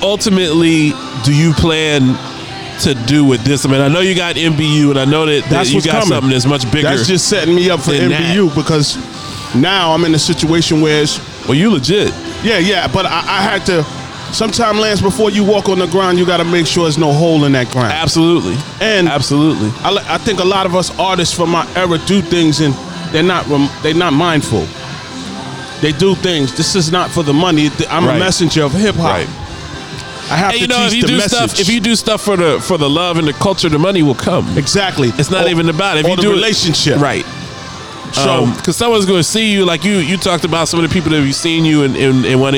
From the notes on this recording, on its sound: Live from Dave & Buster's